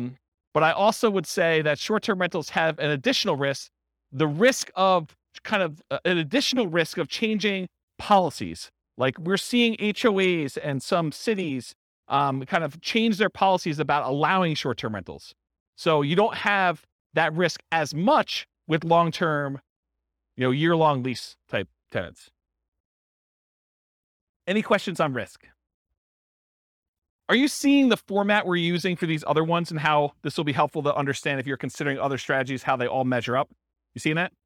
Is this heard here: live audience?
yes